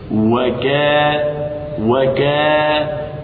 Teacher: هذه الألف هي ألف المد، هي ألف المد، مد طبيعي، مد أصلي لا يزيد عن قدره، وقدره حركتان، حركتان نعم، كأنني أنطق بالحرف مرتين أو بفتحتين، وكا وكا أطلت زمن نطقي بالفتحة فخرجت ألف